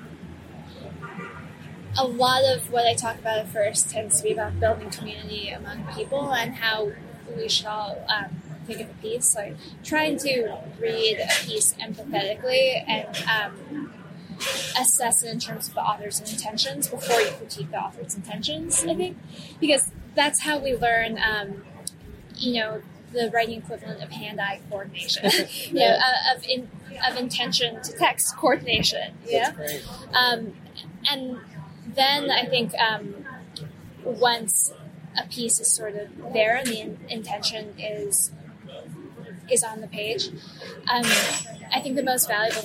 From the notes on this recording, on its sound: sat down outside of a busy coffeeshop near Central Park